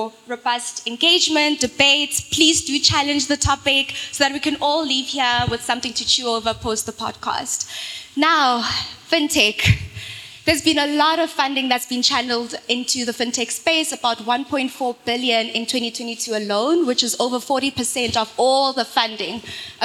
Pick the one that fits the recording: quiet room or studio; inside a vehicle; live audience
live audience